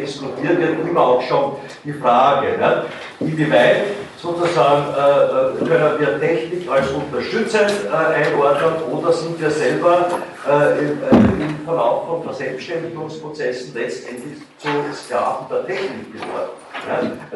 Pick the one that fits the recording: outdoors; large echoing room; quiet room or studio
large echoing room